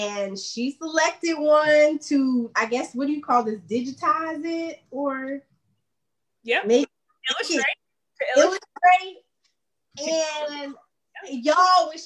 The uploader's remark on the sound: Originally created for Facebook and Zoom so quality may not be the highest.